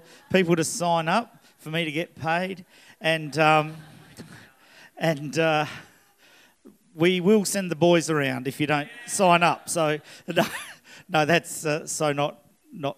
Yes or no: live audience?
yes